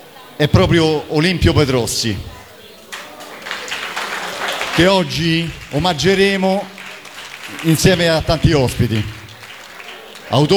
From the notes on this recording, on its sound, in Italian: L’evento irripetibile che si è svolto a Roma. I discorsi e le esibizioni degli artisti saliti sul palco del premio alla memoria di Olimpio Petrossi. Qualcuno ha regalato al caloroso pubblico una piccola esibizione.